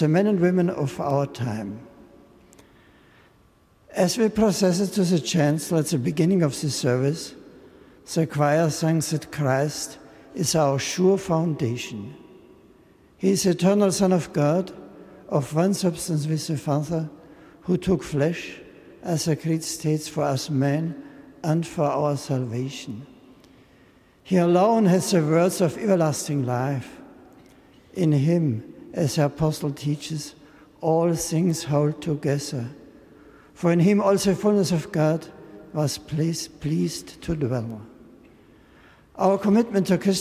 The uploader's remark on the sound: an Evensong service in Westminster Abbey